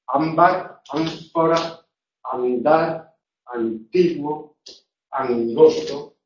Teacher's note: La nasal en posición implosiva se pronuncia según el punto de articulación de la consonante que sigue · Term: La neutralización de las nasales